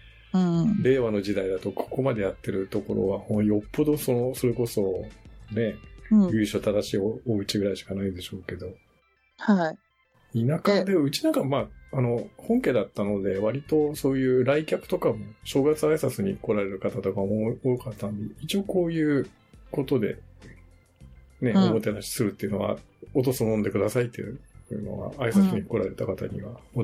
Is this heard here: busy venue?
no